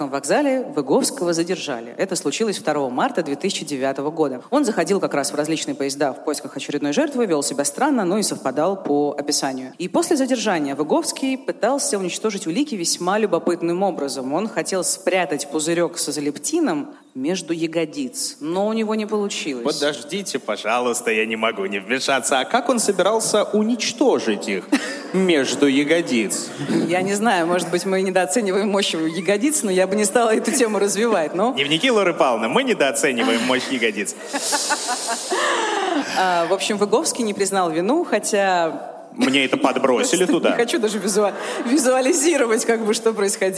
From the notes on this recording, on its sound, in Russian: Выпуск был записан на глазах у сотен человек в день трехлетия «Дневников Лоры Палны»